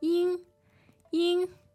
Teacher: Now, 英, which is a first tone, yes.